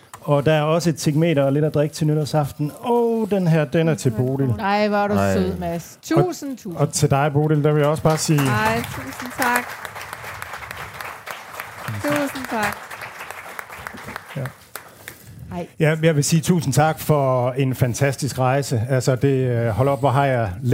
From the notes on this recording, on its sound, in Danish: Her er det faste hold af porteføljeforvaltere og analytikere gået på scenen til årets sidste Eksklusiv-arrangement